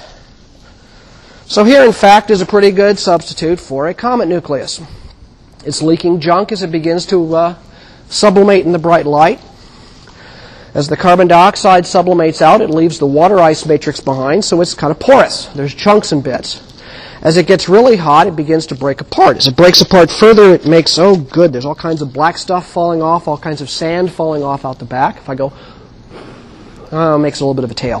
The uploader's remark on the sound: Recorded 2007 Nov 28 in 1000 McPherson Lab on the Columbus campus of The Ohio State University